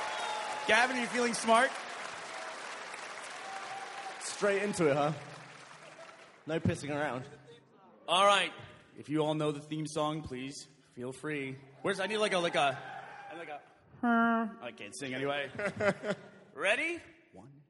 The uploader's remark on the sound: RT does it live from RTX 2013!